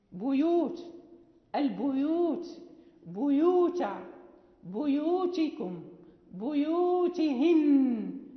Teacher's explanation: في بيوت والبيوت باء، قرأها بالكسر حيث جاء، يعني لفظ البيوت قرأها الإمام قالون بكسر الباء حيث أتت في القرآن الكريم، سواء كانت منفردة أي غير معرفة بالألف واللام، أو معرفة